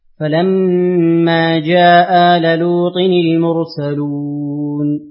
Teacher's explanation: قالون قرأ بإسقاط الهمزة مع القصر، ووافقه البزي ودور البصري